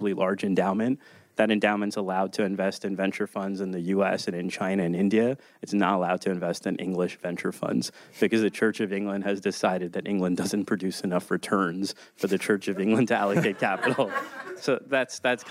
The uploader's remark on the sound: Event audio